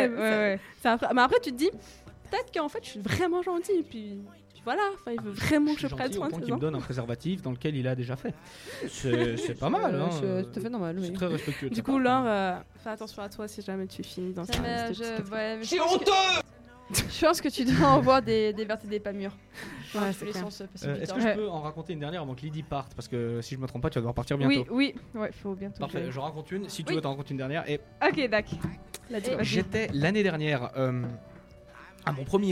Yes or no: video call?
no